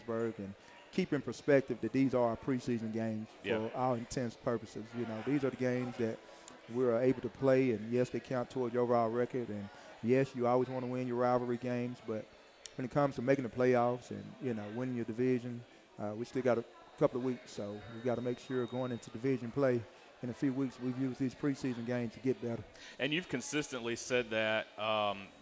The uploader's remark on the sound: Recorded live 9/10/19 at Walk-On's Bistreaux & Bar for Tiger Talk.